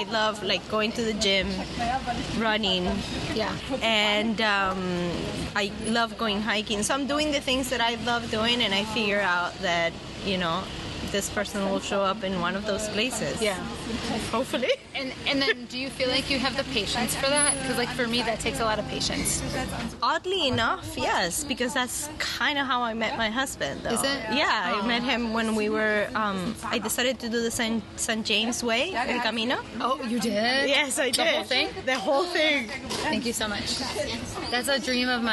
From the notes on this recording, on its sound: On the Streets of Spain. Listen in to all the sounds of the city streets and the summer.